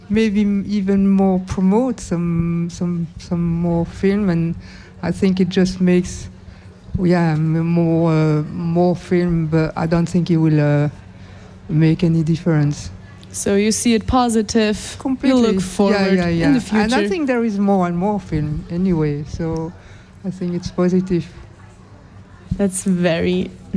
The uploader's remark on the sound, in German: Fantoche 2023. Festivalausgabe live aus dem Merkerareal in Baden.